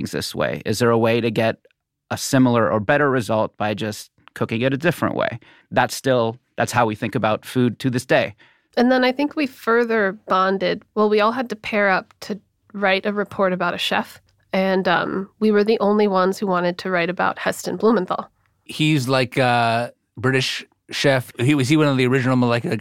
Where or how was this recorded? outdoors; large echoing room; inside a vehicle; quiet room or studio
quiet room or studio